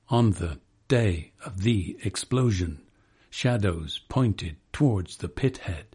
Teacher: uses the ominous trochaic rhythm to foreshadow a mine disaster